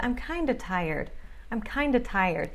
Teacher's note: Eu não falei of. Você pode falar, mas normalmente você não vai ouvir isso.